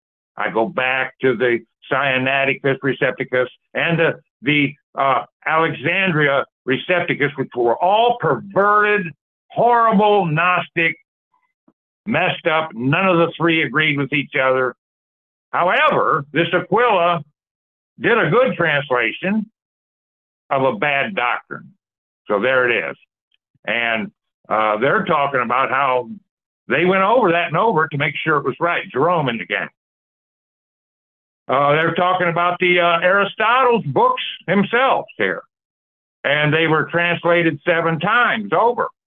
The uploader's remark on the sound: The 1611 King James Bible Prophecy Church. Call In Bible Study.